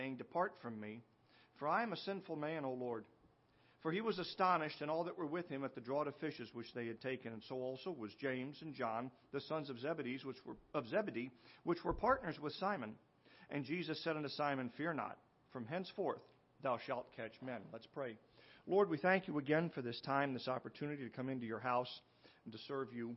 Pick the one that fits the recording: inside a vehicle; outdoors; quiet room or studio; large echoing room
large echoing room